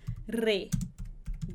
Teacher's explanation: Esse re é um pouquinho mais vibrado